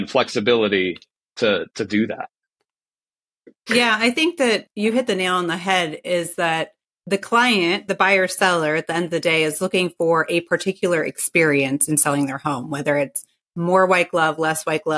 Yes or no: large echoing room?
no